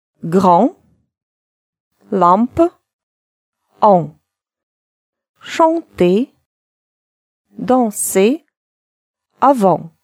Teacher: Перед буквами «м» или «н» может стоять либо буква «а», либо буква «ё». Напоминаю, «н», «м» не читаются, а буквы обе, и та, и другая, будут произноситься как «а» носовая.